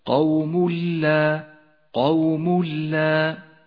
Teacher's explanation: التنوين وبعده حرف اللام، نسقط التنوين من اللفظ، ولذلك لون بالرمادي في مصحف التجويد إشارة إلى عدم لفظه، ويشدد حرف اللام الذي بعده هكذا قوم لا، قوم لا. · Term: الإدغام بلا غنة